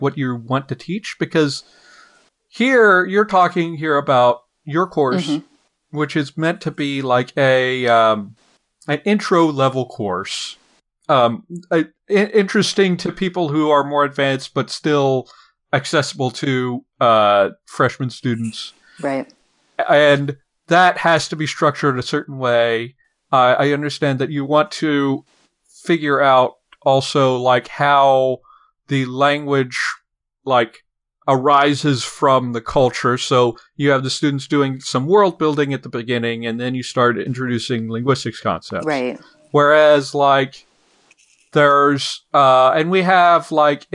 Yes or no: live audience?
no